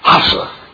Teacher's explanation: It's the coughing sound with the hard H